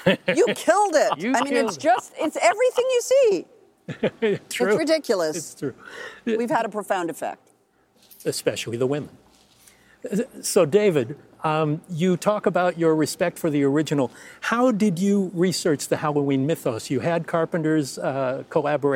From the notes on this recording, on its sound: Live from the Universal backlot